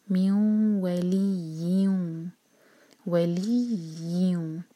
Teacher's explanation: ادغام غنہ کے ساتھ، دو سیکنڈز کا ٹائم دیں گے اور ناک میں آواز لے جائیں گے. میوں ولیوں، ولیوں، یہاں پر جھٹکا نہیں آئے گا.